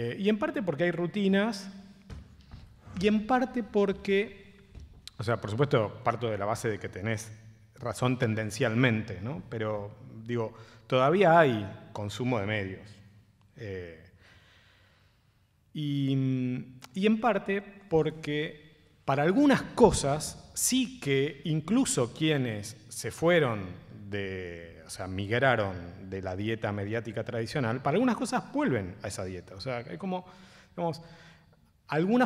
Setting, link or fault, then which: setting, live audience